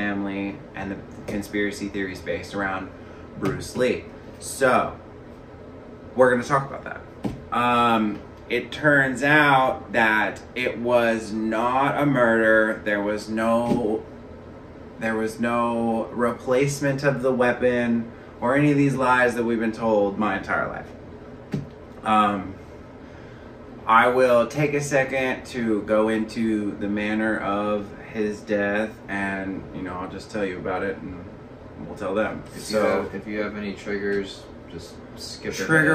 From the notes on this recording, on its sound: Please bear with us on the sound we did not find out till we were completely finished that our mics were not at all working.